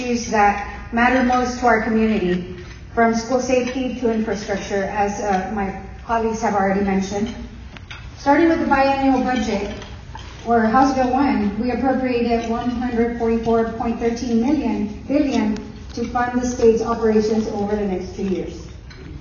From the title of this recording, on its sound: at the Brownsville Chamber of Commerce 88th Legislative Update event